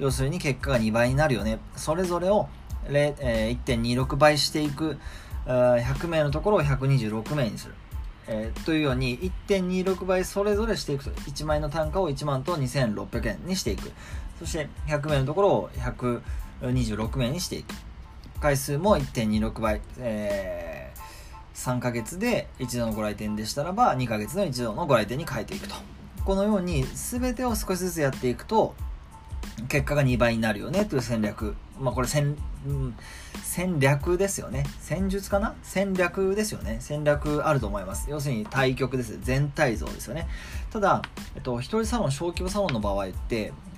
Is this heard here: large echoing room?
no